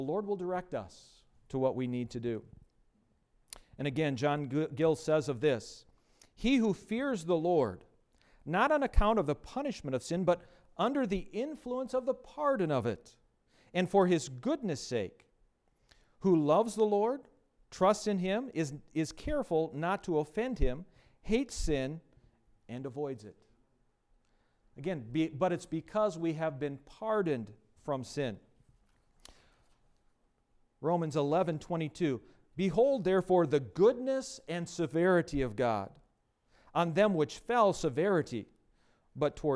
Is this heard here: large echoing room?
yes